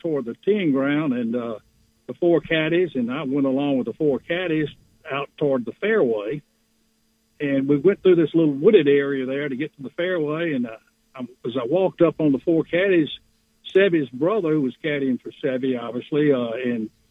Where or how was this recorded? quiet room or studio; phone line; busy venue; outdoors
phone line